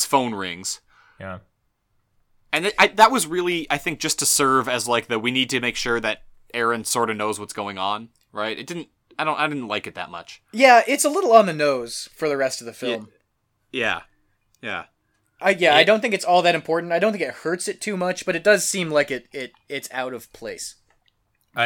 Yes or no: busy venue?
no